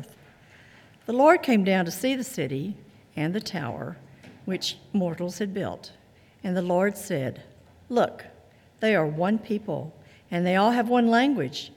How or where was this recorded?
large echoing room